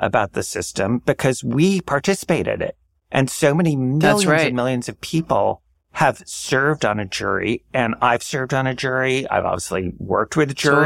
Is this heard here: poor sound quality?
no